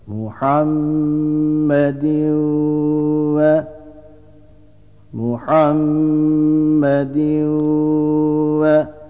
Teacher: Burada tenvinden sonra idgam meal gunne harflerinden vav geldiği için gunneli idgam yapıyoruz. Yani genizden gelen tenvindeki nun sesini vava katarak okuyoruz